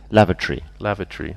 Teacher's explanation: So we stress the first part, the first syllable.